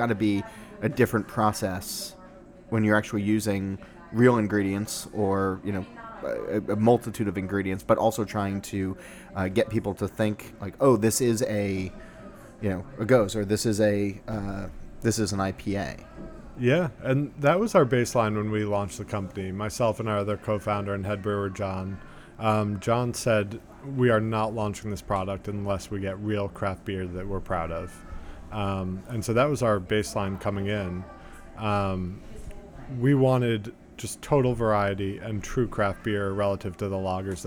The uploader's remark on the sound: recorded in New York City at the Arts and Craft Bar